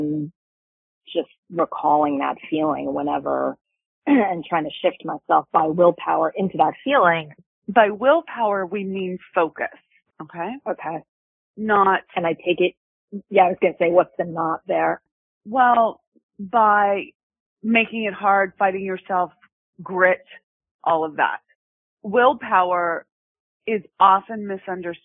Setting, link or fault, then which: link, phone line